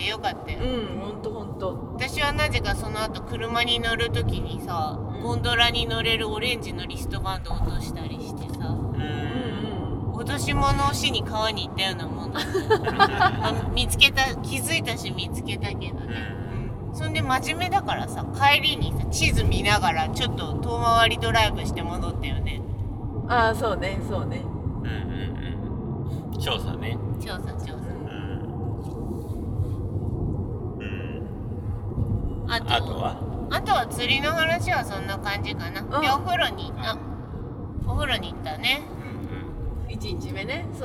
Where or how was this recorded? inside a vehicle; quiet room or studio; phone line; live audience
inside a vehicle